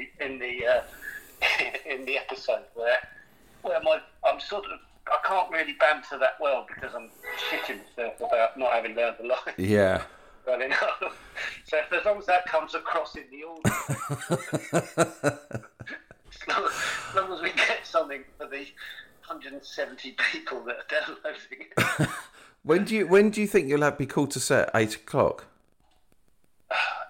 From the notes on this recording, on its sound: We chat to one another on a phone.